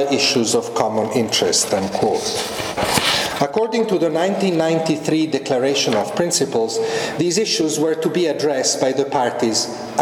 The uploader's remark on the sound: This podcast was recorded at the RSC Annual Harrell-Bond Lecture on 16 November 2011. At the Examination Schools, University of Oxford.